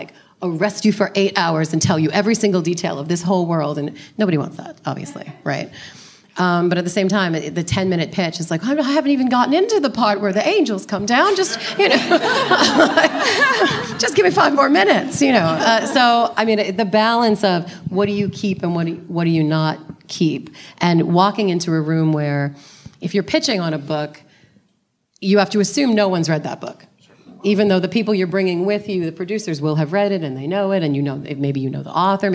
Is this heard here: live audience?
yes